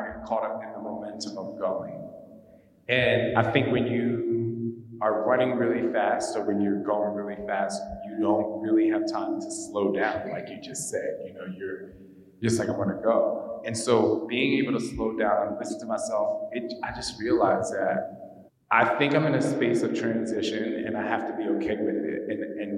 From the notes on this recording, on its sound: The vibrant city of Lisbon as he shares his experiences with guests of his LIVE event. While the audio quality may not be perfect.